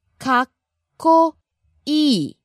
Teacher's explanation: low, high, and low at the E. · Term: pitch accent